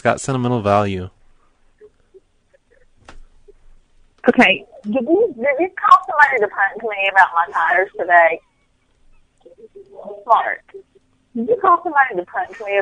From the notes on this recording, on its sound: Prank Phone Calls